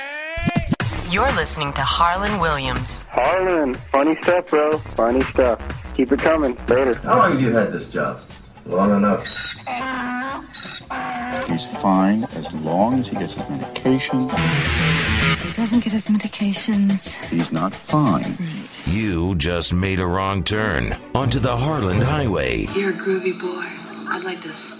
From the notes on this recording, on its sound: Phone calls from the Pavement Pounders. A CALM ENERGY expert calls into the show.